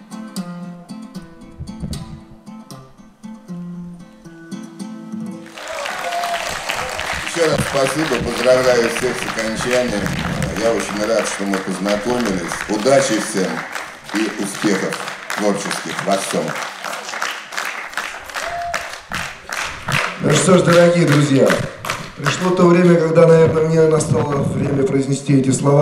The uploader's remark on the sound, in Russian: Концертный зал Радио ВОС представляет.... Запись заключительного концерта Всероссийского фестиваля бардовской песни ВОС «Пой гитара», который прошел в Самаре в начале сентября 2012 года.